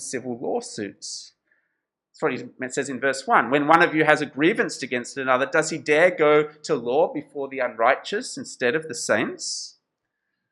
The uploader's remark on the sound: This sermon was preached at Covenant Grace Church Penang on 13th March 2022.